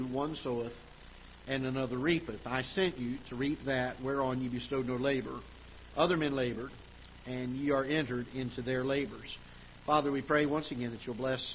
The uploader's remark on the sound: Ketha Heights Baptist Church ~ Live Broadcast